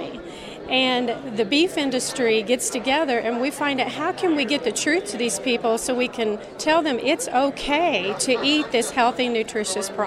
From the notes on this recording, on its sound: This week's Checkoff Chat comes to you from the recent Cattle Industry Summer Conference in Denver